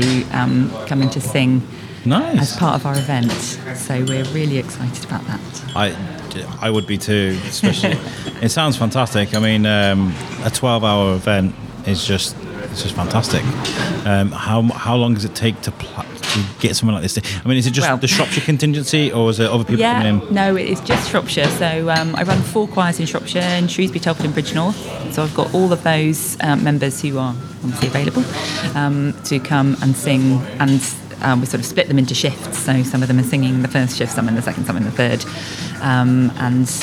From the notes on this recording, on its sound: The Shrewsbury Biscuit Podcast. Cafe on the Cop. Your cafe oozes character and it was a fantastic place to record.